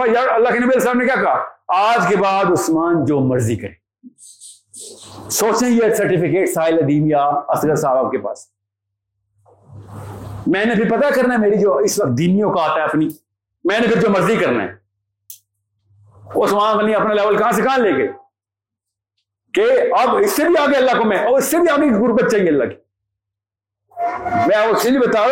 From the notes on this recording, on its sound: Rawalpindi Meetup hosted by Xtreme Commerce. The audience as always was amazing and fully charged.